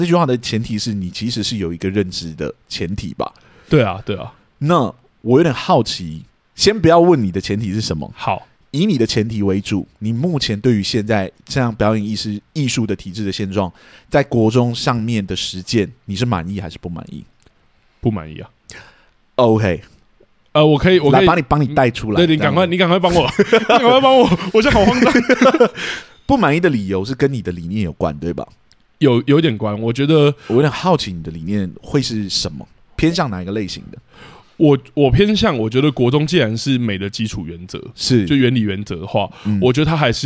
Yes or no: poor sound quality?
no